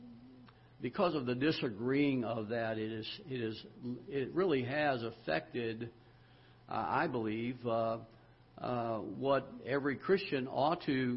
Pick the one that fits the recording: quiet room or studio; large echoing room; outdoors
large echoing room